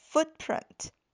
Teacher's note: 它的这个发音前面的这个 foot,是一个短音的乌